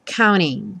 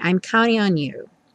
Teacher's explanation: E o counting, muitas vezes, vai ter a pronúncia reduzida para counting. Ou seja, o T some e você só escuta mesmo o N.